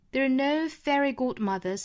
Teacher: There 和 are 在一起呢读成 there 加一个小小的 r 的发音放在一起也是要弱读的